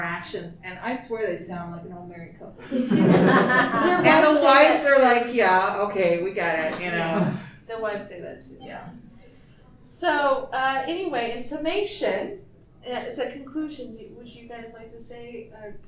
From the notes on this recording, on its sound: TusCon 50 Panel. Recorded live 11/11/2023 Saturday – Panel Room 1 2:00 pm 3:00 pm.